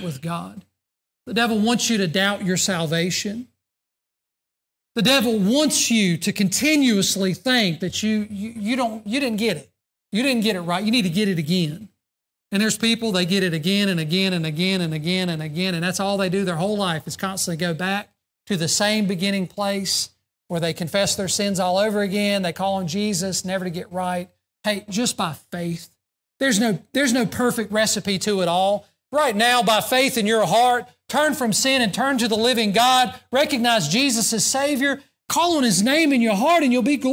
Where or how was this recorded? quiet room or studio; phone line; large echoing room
large echoing room